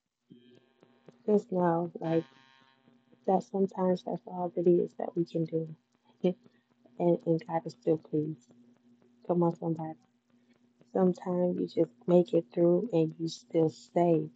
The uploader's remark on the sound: Hey the audio is not as clear because I had on my ear phones trying to see how it would sound so please excuse all the buzzing and noises.